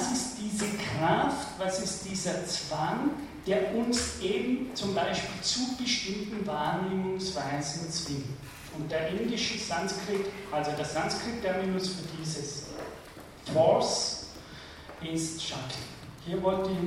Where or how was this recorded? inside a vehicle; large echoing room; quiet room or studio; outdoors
large echoing room